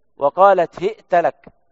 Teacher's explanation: هشام عن ابن عامر أهل الشام يقرأ هئت لك بكسر الهاء وإثبات همزة ساكنة بين الهاء والتاء وفتح التاء